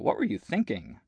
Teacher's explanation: the pitch of the voice, which is the fundamental frequency from phonation, rises throughout the sentence · Term: intonation pattern